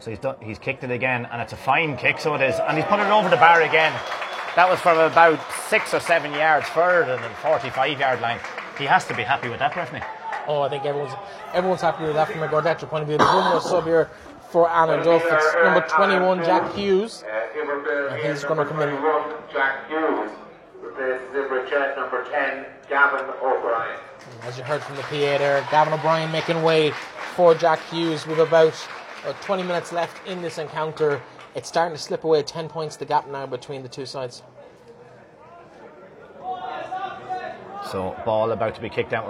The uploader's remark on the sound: Live second half commentary from Avantmoney Pairc Sean MacDiarmada